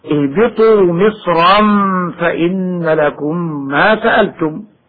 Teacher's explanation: أما كلمة مصرا المنونة بالفتح بسورة البقرة فلا خلاف في تفخيمها وصلا ووقفا